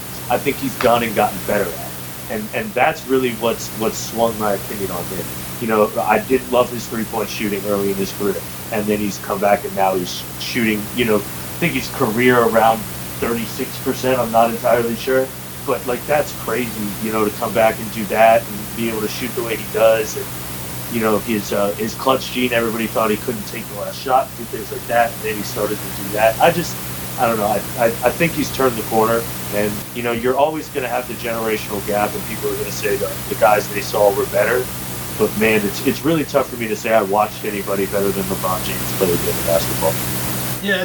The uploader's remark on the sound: Attacked by sound problems this episode.